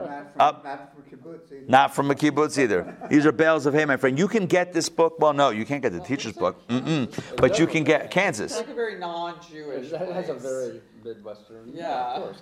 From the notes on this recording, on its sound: Recorded live at the Intown Jewish Academy on April 27, 2022